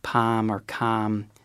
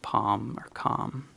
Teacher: she also has a fronted palm vowel · Shown in: first take · where the word palm or calm is pronounced a little bit more like that, whereas other people might say palm or calm.